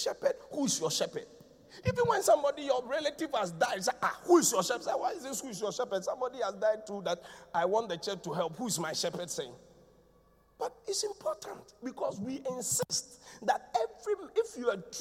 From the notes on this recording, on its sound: Preached at the Qodesh